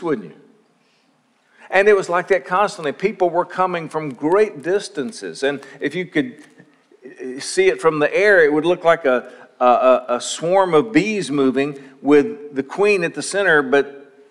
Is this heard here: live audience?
yes